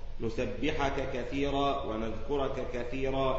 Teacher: وأدغم رويس قولا واحدا الكاف في الكاف في ثلاثة مواضع · Term: الإدغام الكبير